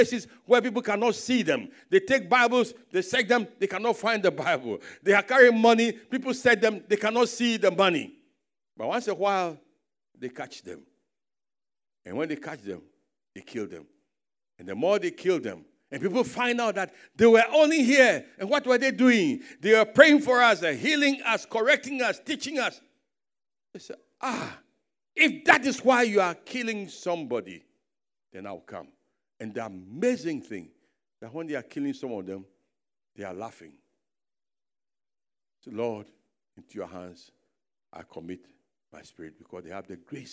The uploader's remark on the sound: Sermon preached at CBC Shiashie Campus Pagash Service